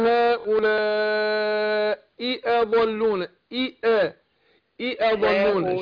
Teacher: خدي بالك من تحقيق الهمزتين في هؤلاء اضلون